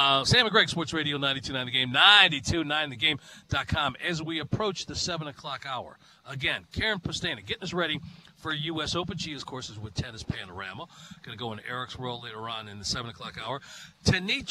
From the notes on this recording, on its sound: live from Chateau Elan